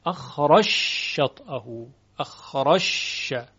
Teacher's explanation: این جیم در شین ادغام میشه · Term: ادغام جیم در شین